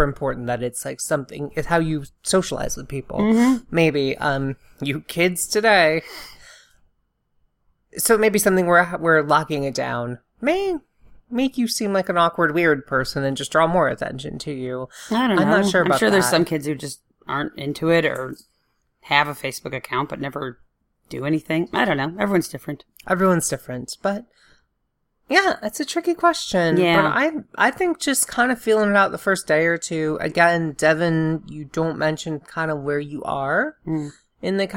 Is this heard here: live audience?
no